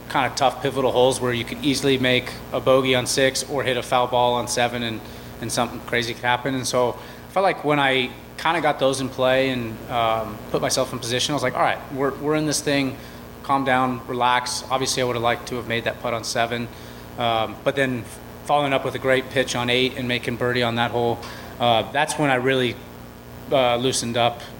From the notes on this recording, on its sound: Live interviews from The Wells Fargo Championship